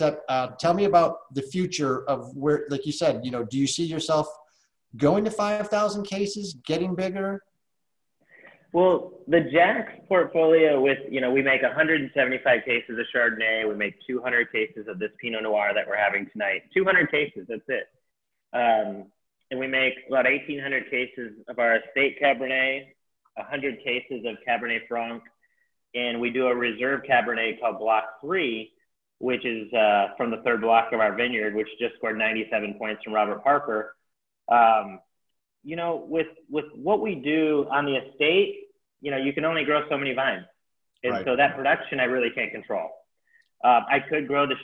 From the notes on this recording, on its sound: SIP Virtual Wine Tasting and Q&A.